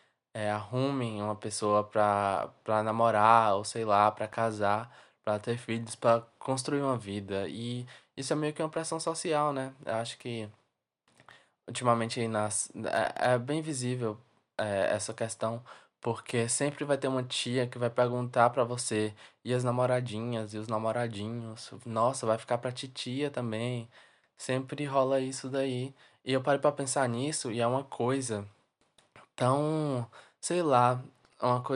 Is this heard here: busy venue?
no